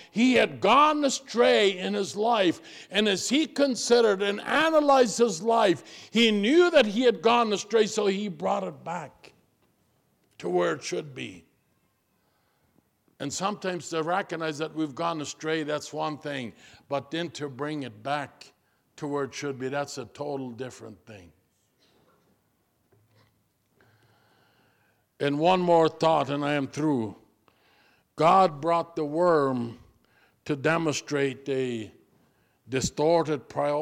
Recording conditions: large echoing room